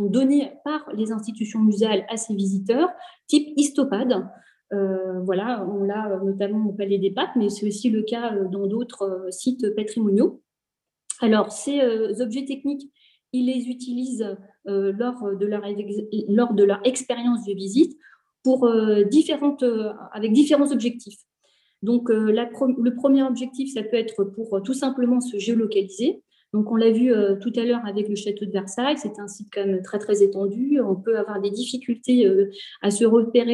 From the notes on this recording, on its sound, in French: Enregistré sur zoom le 20 avril 2021